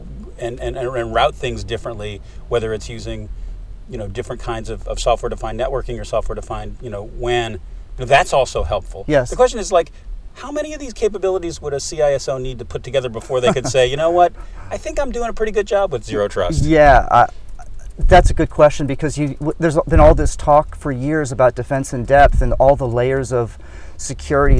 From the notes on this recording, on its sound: From the RSA 2019 conference.